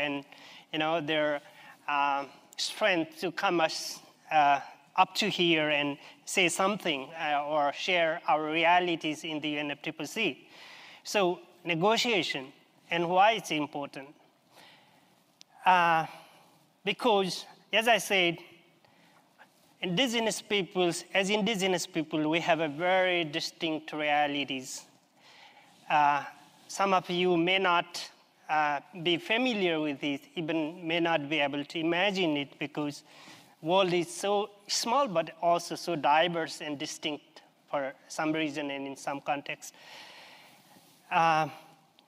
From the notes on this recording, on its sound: This episode takes us back to the COP 26 conference of the UN Framework Convention on Climate Change (UNFCCC) in Glasgow, Scotland. The episode is a recording of a side event on 9 November 2021. With a panel of five Indigenous climate activists.